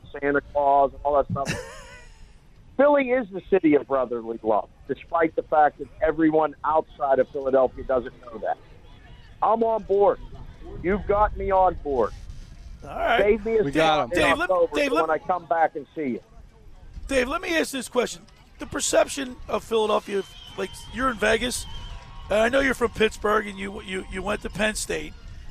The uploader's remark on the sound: Locker Room Live Broadcast at the Battle at the Beach football Classic in Ocean City NJ. We broadcast Live at the Battle At The Beach High School Football Classic in Ocean City.